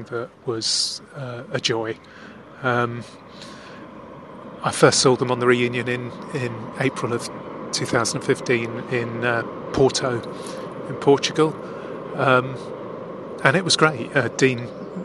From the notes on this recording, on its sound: I headed to The Thames at lunchtime and sat on the steps leading down to the river, and talked into my phone.